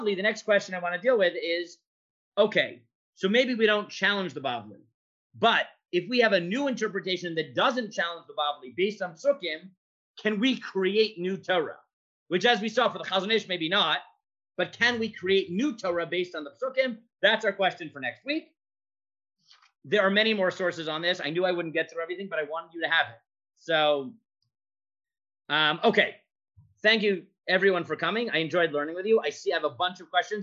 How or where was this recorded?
video call